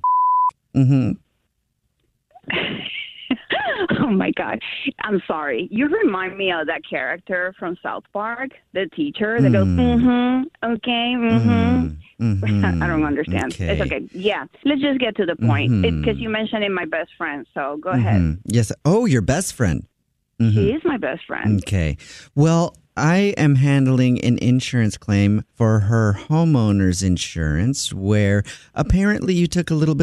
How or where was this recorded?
phone line